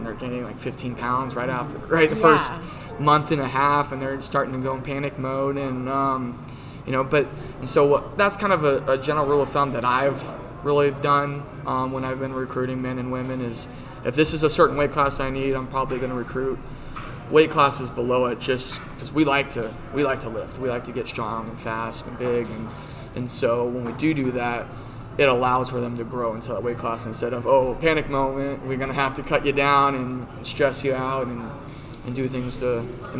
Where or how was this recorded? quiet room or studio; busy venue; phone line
busy venue